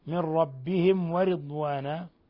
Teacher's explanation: ميم ساكنة جاء بعدها الواو، الحكم التجويدي إظهار شفوي، بل هو من أشد حالات الإظهار الشفوي.